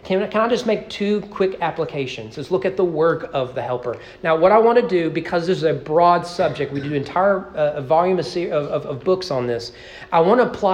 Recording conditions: large echoing room